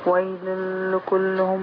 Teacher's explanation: مفيش غنة هنا، عندنا غنة مع اللام والراء